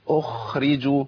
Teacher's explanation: انا عندي الخاء هنا ايه ساكنه ومفخمه، يبقى محتاج ان انا ايه افخمها تفخيم في مرتبه وسط، احنا اتكلمنا قبل كده على مرتبه التفخيم، وابين ان الخاء الخاء اقول ايه اخرجوا، ما قلتش اخرجوا في الخاء يا عم الشيخ وقعت.